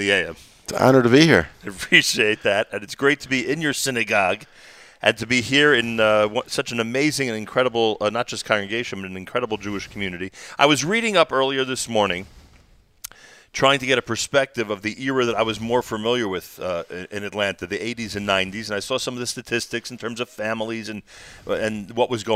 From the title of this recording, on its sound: Live from Beth Jacob Atlanta